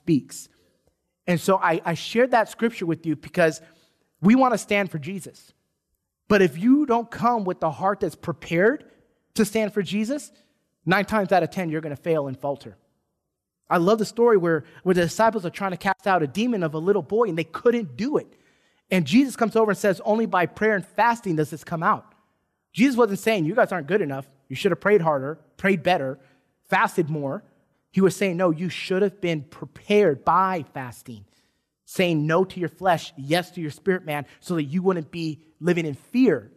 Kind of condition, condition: setting, large echoing room